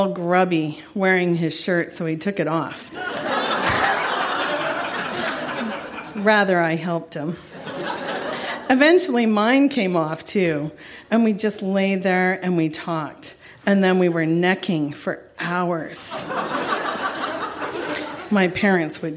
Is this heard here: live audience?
yes